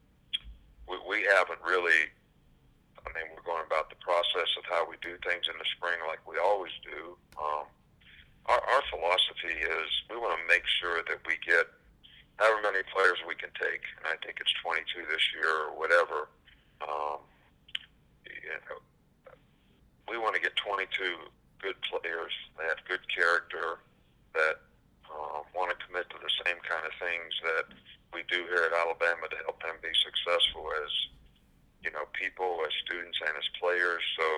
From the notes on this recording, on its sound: SEC Teleconference